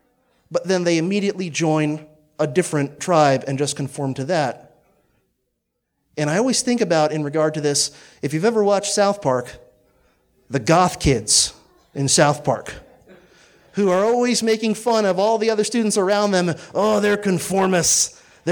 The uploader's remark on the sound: Presentation delivered on Sunday, June 24th, 2018, at the 6th Midwest Peace & Liberty Fest in Michigan.